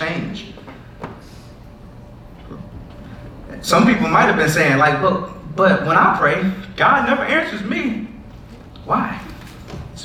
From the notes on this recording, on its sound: Sorry for the audio issues on this one!